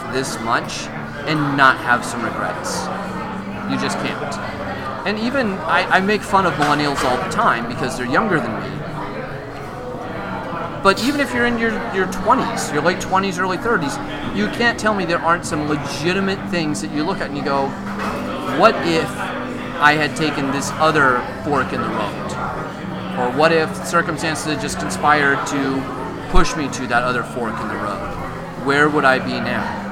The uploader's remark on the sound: LIVE at Barley Forge